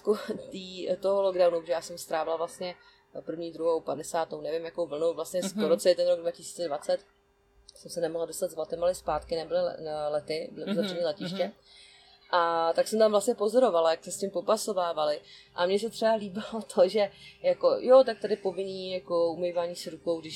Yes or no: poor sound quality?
yes